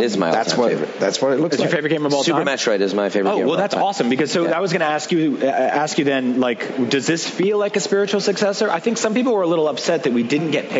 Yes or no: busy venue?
yes